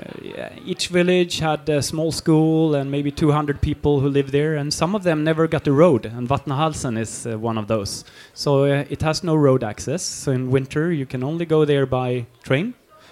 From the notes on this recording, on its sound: I was asked to record a live podcast when they arranged their ”End of the Year Party” for their employees in Sweden. The ones that showed an extra interest in winter, skiing and mountains ended up at a after ski themed dinner party where I did a short live podcast to entertain them between courses.